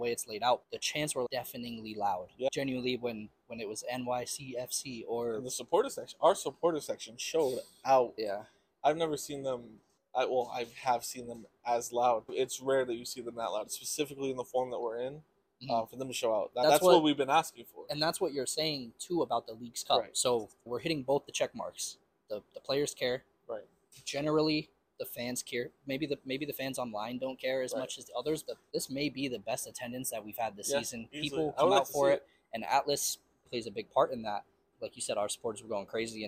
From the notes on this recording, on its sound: You know we had to swing by Citi Field for the inaugural Leagues Cup game! We recorded on scene at the stadium post-game.